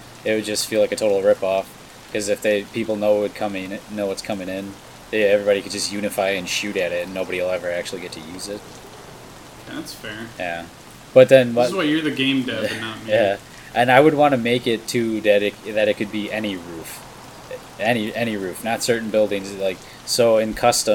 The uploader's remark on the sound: Ever wanted to have a podcast episode that sounds like it's taking place in a warzone? All while gunshots echo in the distance. Don't mind those rustling bushes either, it's probably nothing.